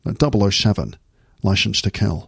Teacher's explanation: Just push them out slightly. And then every S sound becomes a sh sound · Term: Sean Connery accent